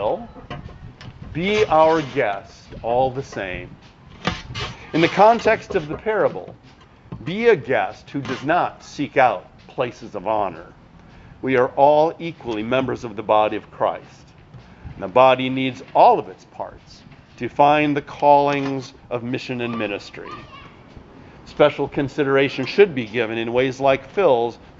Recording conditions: outdoors